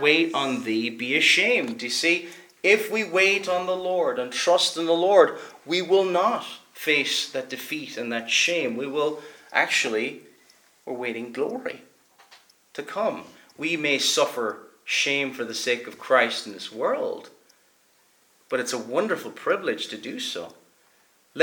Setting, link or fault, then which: setting, large echoing room